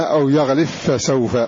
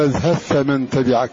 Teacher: هكذا يدغمون هذه الباء في هذه الفاء، قال ثف من تبعك.